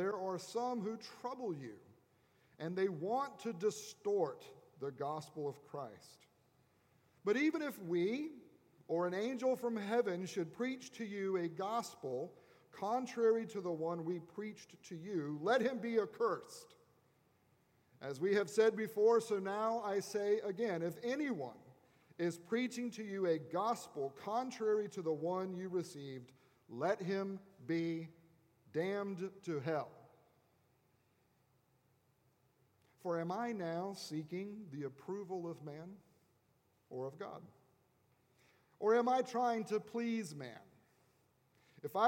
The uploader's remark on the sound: At Redeemer Presbyterian Church in Charleston, SC